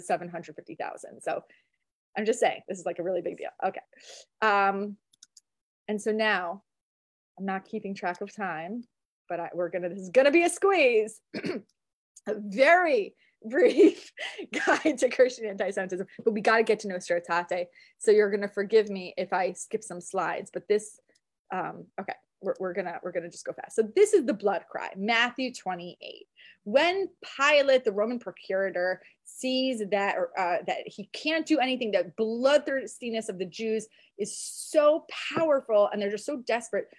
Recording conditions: video call